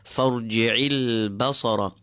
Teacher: the ayn goes deeper. It's in the center of your throat.